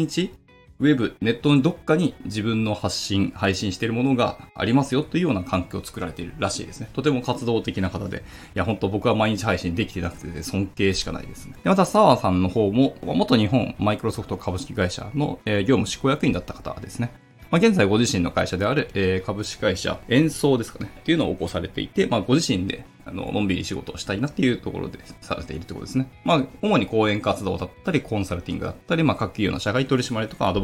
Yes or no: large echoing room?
no